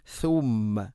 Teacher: നാവിൻ്റെ അറ്റം മുൻപല്ലുകളുടെ ഇരുനരകൾക്കിടയിലൂടെ ദാലിനേക്കാൾ കുറച്ചുകൂടെ കൂടുതലായിട്ട്, അതാണ് സ.